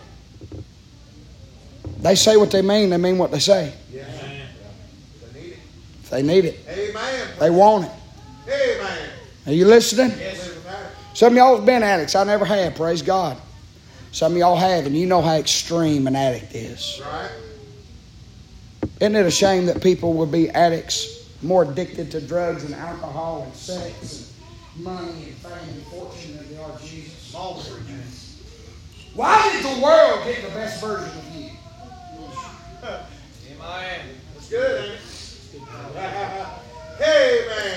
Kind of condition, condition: setting, large echoing room